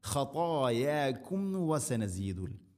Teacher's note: ഖതായാക്കും വസനസീദുൽ മുഹ്സിൻ ഖതായാക്കും വ സാക്കിന മീമിന് ശേഷം വ വരുമ്പോൾ രണ്ട് ചുണ്ടുകൾ തമ്മിൽ തട്ടിച്ച് മീമിനെ പൂർണ്ണമാക്കിയിട്ട് വേണം വ ഉച്ചരിക്കാൻ.